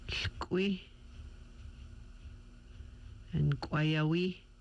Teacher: It's produced by lips forming an O shape, with breath stopping at back of mouth at the piece of skin that dangles in the mouth, but done with the throat tense and vocal cords closed. The KW sound with catch in the throat. · Term: hard KW